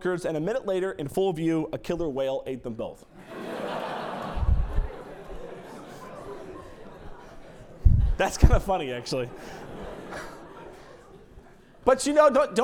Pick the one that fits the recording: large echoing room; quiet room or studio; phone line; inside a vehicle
large echoing room